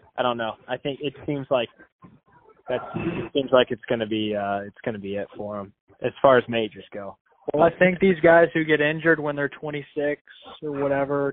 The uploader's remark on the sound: Phone Call